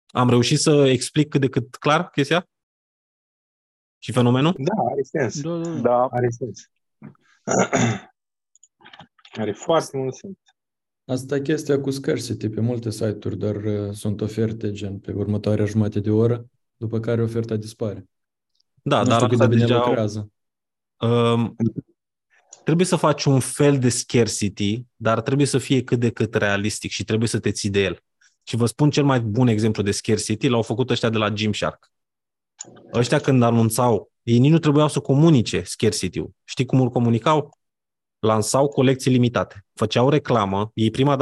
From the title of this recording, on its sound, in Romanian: Conferinta Zoom Saptamanala EcomSchool